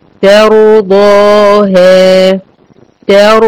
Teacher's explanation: الت واله مرققين ولكن الره والضاد ايه مفخمين